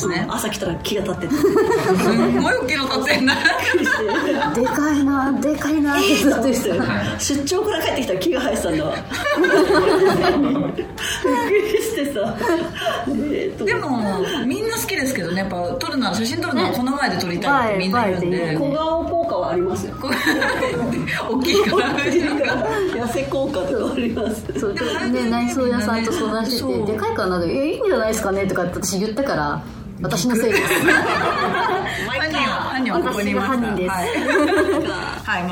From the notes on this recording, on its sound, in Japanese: 公開収録後半の部